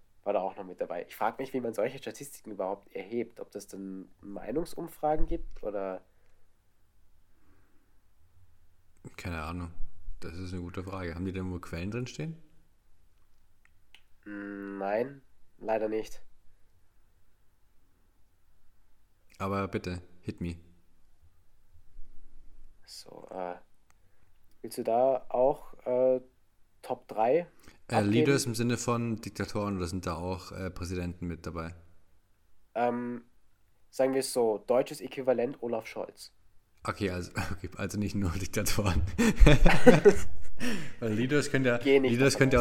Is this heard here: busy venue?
no